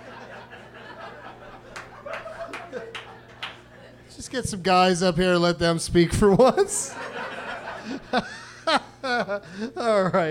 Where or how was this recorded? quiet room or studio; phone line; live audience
live audience